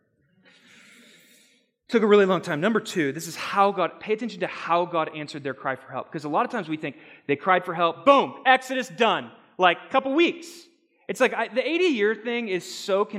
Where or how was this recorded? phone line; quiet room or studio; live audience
live audience